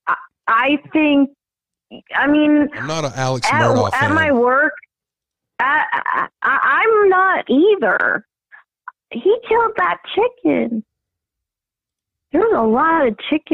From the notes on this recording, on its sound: Idaho 4 Murders Call in Show.